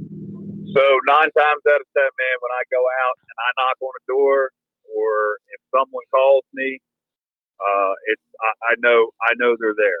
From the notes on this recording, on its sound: He was actually on his way to hunt, so the audio was from his truck.